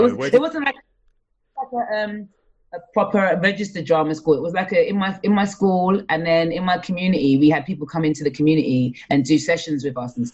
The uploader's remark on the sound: This episode was recorded over Zoom